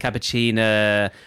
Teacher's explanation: But then she's got the vocal fry at the end of it.